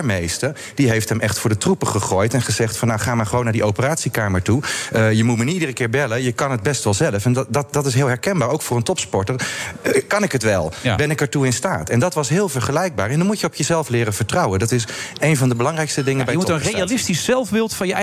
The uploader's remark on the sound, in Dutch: Live vanuit het Double Tree by Hilton Hotel in Amsterdam